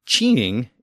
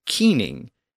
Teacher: it retained its K sound. It did not shift to a C-H. · Shown in: second take